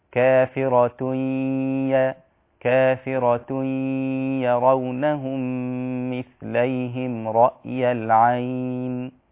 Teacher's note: ده التنوين بتاع كافرة بعديه حرف الياء، تمام؟ حرف الياء يعني إدغام مع الغنة، يصير النطق هكذا كافرة يرونهم مثليهم رأي العين.